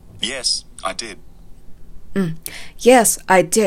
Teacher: did の最後の d がまた発音されていませんでしたね。ちょっと聞き取りにくい感じの最後の d の音があったと思います。さっきの add の d が聞こえなかったのと同じですね。もう一度聞いてみましょう。